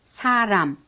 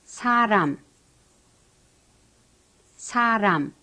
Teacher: The Korean S sounds like the one in say, but the hiss is much weaker.